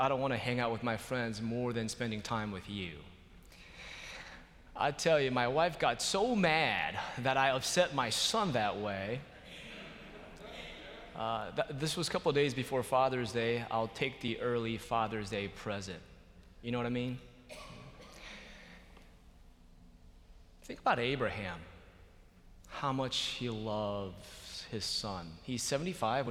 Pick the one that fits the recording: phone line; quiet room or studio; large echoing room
large echoing room